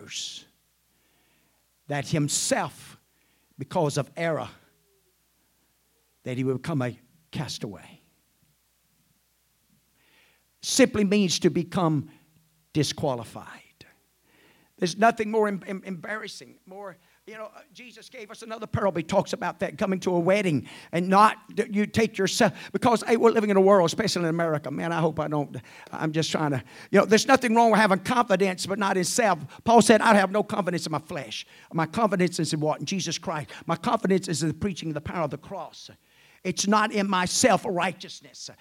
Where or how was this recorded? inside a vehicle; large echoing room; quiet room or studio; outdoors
large echoing room